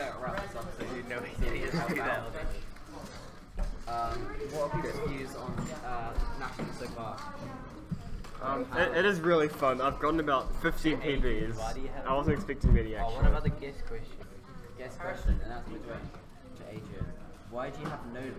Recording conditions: busy venue